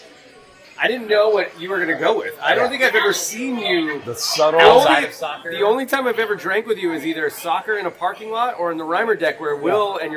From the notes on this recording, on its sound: Part 1 is the pregame introductions, some sound from at the game and shortly after.